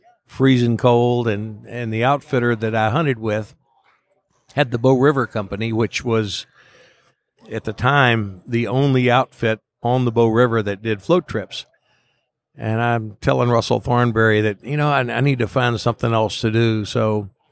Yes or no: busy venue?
yes